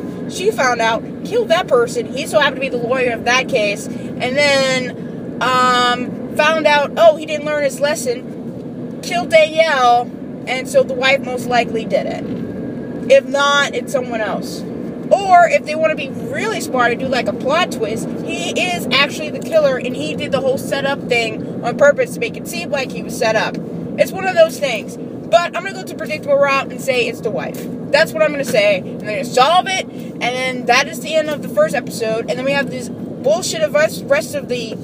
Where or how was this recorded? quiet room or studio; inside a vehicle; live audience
inside a vehicle